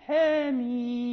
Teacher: تكون يعني تسمى التلطيف، تسمى التقليل، وتسمى التلطيف، وتسمى بين، يعني تلطف هذه الفتحة وتصبح متواضعة نحو الكسر